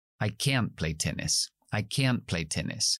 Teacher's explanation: Y la negación, can't, can't. La diferencia, igual que en el inglés británico estándar, es que cuando es negativa, se acentúa.